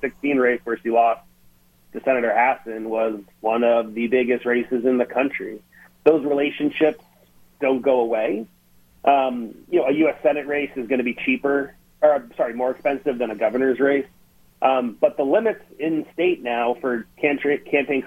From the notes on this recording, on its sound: the Democratic Strategist called into GMNH